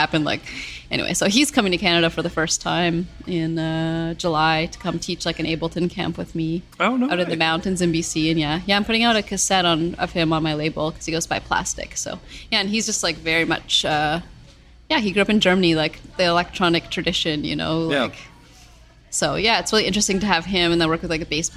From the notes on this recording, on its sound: at Pressed Cafe in Ottawa